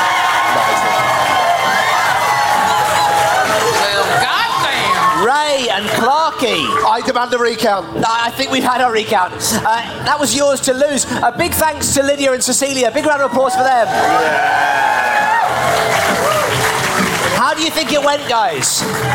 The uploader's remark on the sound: Recorded live at the Latitude Festival.